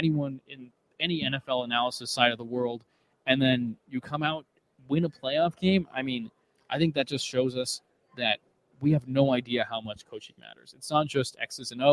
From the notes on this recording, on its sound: LIVE from Radio Row